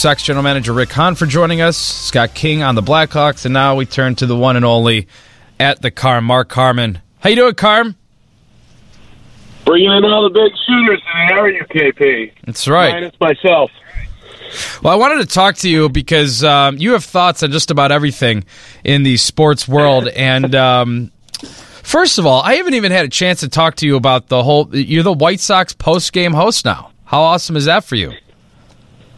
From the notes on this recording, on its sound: joins us on the phone